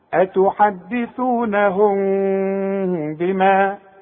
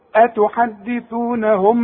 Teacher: كل مين سكنة يعني بدون تشكيل بعدها به بيحصل لها اخفاء، بخفيها بشفايفي، ما اقفلش شفايفي، بيحصل انفراج في الشفايف · Shown in: first take · اوعى تضمني شفايفك عند الوصل.